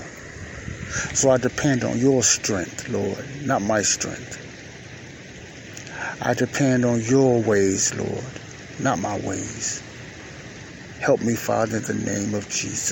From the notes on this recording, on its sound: This is my weekly quiet storm time praying for myself and the saints of God while listening to the natural lake water sounds at lake shore drive in Chicago.